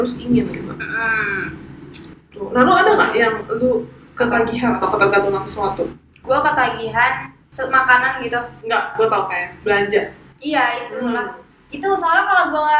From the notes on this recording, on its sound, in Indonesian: Maaf, kemungkinan ada sedikit suara yang kurang bagus karena masalah teknis.